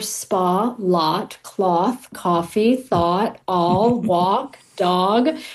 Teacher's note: people are using the same vowels for spa, lot, cloth, coffee, thought, all, walk, dog, all of those being the same vowel